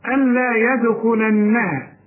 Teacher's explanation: اللام ادغام كامل بدون غنة، وانا بريحك بقول لك الغي النون كانها غير موجوده، الا اعلش بكل الهمزه مع اللام لأن النون جوه اللام دلوقتي مش باينة.